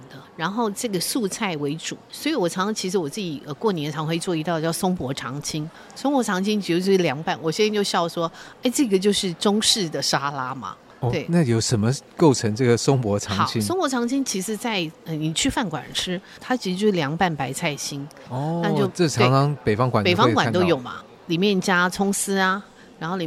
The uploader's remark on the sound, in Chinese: 活動現場訪談。